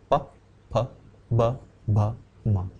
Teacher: both the lips gets pressed together